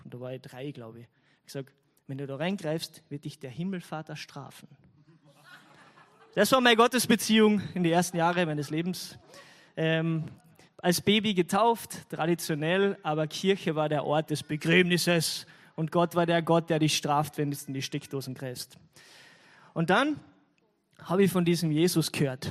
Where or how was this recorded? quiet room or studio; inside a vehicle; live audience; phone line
live audience